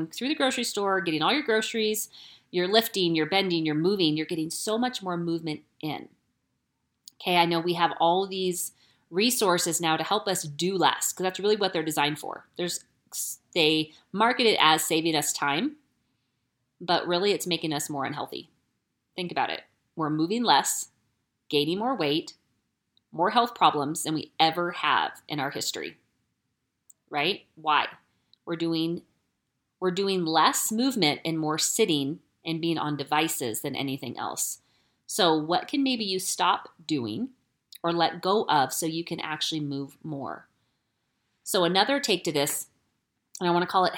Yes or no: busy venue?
no